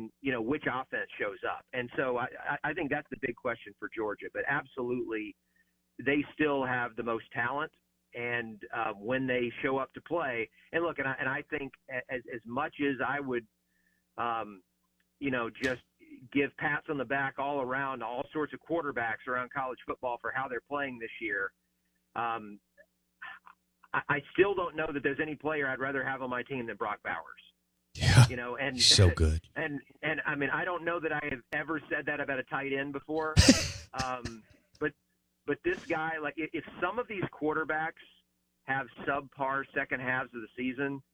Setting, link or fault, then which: link, phone line